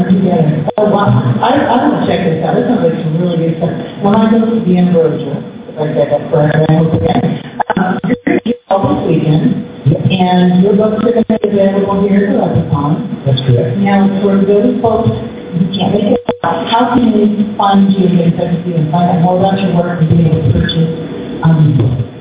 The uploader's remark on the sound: LIVE from LepreCon